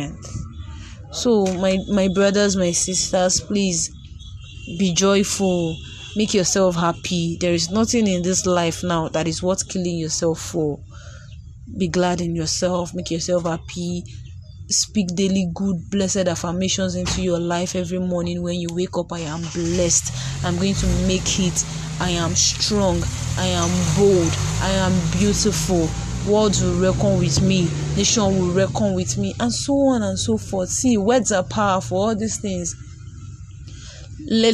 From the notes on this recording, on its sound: ignore the background noise, I am on the road.